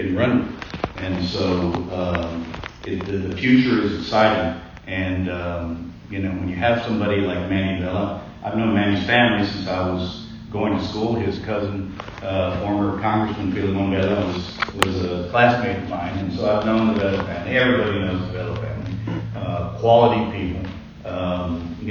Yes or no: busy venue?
yes